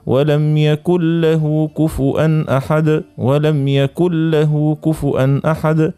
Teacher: ولم يكن مش يكن، ما ننطقوش النون ذيك، نتعديه مباشرة حرف اللاء، أما ما غير غنة ننطقها عادية: ولم يكن له كفوا أحد، ولم يكن له كفوا أحد، إذن ما غير غنة. · Term: إدغام بغير غنة